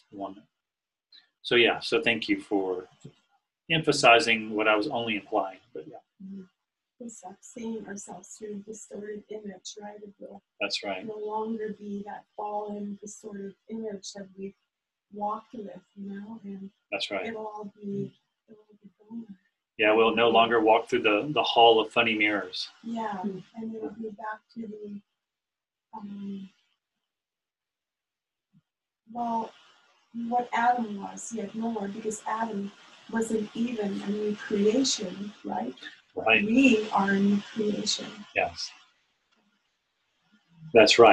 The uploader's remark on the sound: NOTE: This was recorded alongside Zoom. Q&A is included.